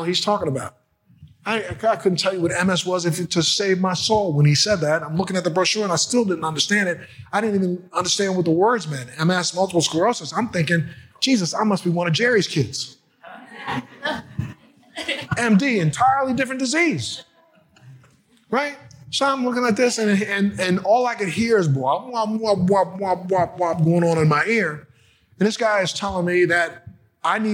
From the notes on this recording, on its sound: the keynote address at the Florida Medical Cannabis Conference on February 22, 2020